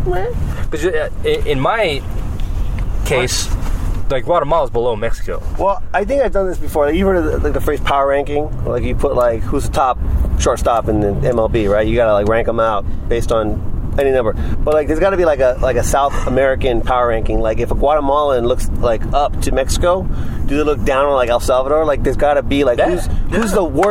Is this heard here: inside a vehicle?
yes